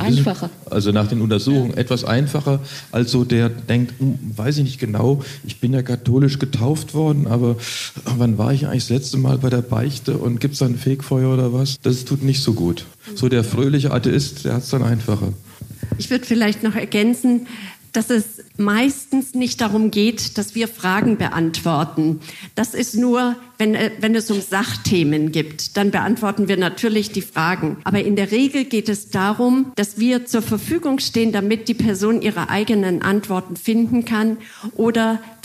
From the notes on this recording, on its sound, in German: Der Titel einer Podiumsdiskussion des "Mannheimer Morgen" in der Mannheimer Abendakademie. Mit Expertinnen und Experten vor Publikum führte. Bei dem Gespräch wurde auch gelacht.